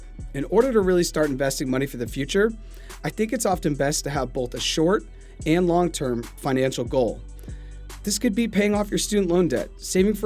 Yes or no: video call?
no